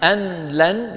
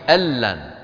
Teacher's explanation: لكن العرب إذا جاءت نون ساكنة وبعدها لام ماذا يفعلون؟ يدغمون النون في اللام · Shown in: second take · فبدلا من أن يقولوا أن لن يقولون ماذا؟ · Term: الإدغام